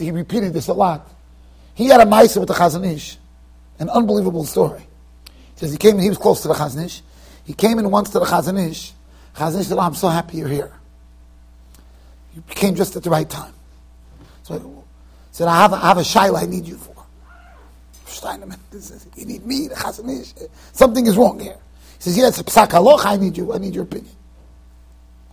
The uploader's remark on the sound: Shiur recorded in Yeshivas Ohr Reuven, Monsey NY.